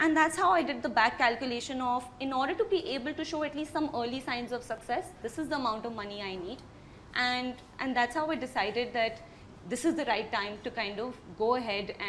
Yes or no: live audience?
yes